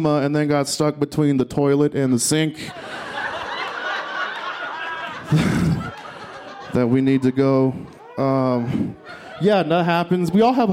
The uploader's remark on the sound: This story was recorded live at Buntport Theater